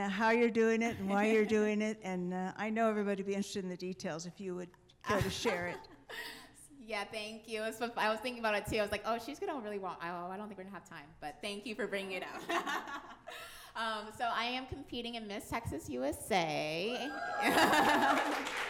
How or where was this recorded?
live audience